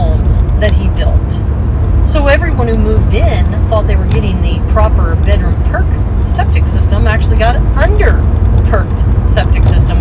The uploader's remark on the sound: I frequently record podcasts while driving, so noise may be a factor but the content is worth it, it's where I do a lot of thinking.